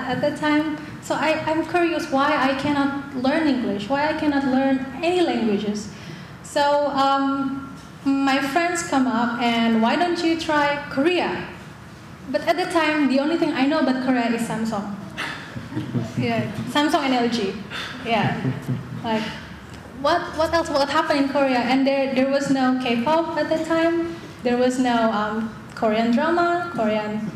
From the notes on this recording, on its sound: In front a live audience at the Jane Addams Hull-House Museum.